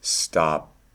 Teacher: There's not much explosion of air usually when people are speaking. Again, and at the end of an utterance or a phrase, you might have none.